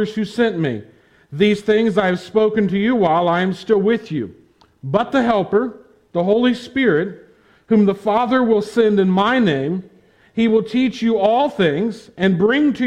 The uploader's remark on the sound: preached at the Tarrant Bible Methodist Church on October 31, 2021